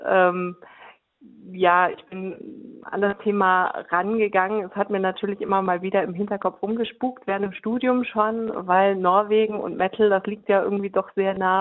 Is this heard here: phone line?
yes